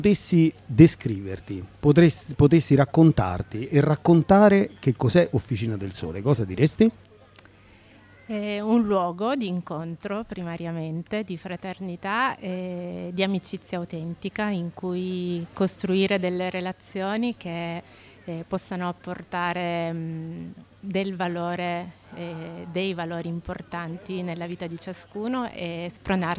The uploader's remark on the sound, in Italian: La puntata è stata infatti registrata in un podcast live poco prima del Joy Music Fest nel parco di fronte al Baky Bay di Bellaria Igea marina